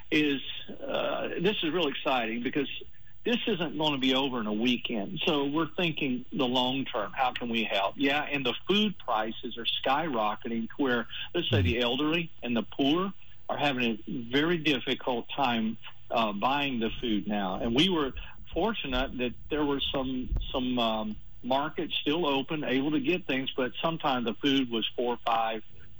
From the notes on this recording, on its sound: During Victory Partner Days. On the phone from Hungary.